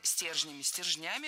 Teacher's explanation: В слове «стержнями», «стержнями» двойное ударение.